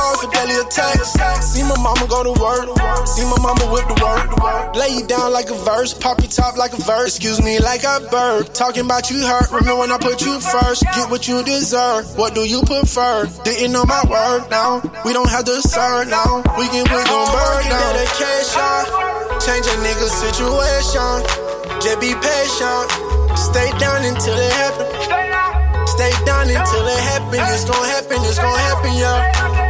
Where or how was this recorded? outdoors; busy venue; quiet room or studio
busy venue